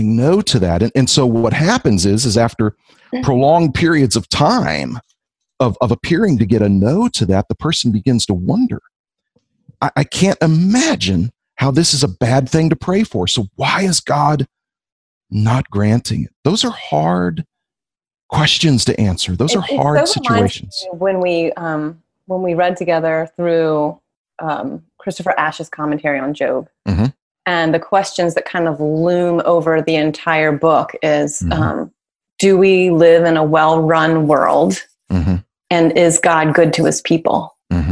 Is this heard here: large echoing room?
no